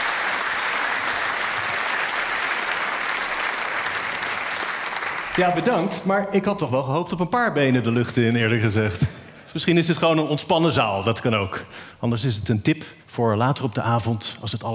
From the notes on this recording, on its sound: Live in Tivoli, Utrecht.